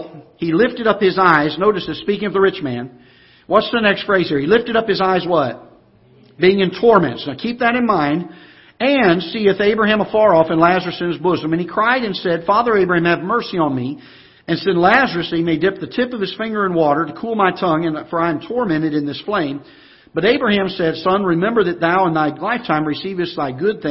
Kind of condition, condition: setting, large echoing room